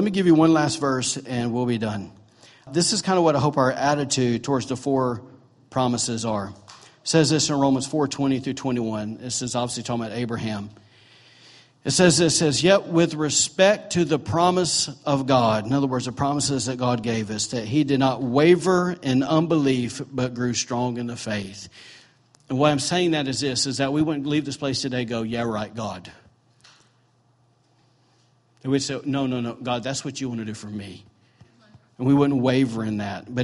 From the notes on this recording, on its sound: recorded during on Sunday, January 14, 2018, during Sunday morning services at The ANCHOR Church